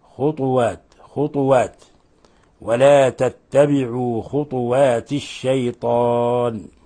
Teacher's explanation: وأريد أن أنبه أن هناك خلافا بين شعبة وحفص في قوله تعالى خطوات، فشعبة ونافع ومن وافقهما يقرؤون بسكون الطاء ويلزم من ذلك قلقلة الطاء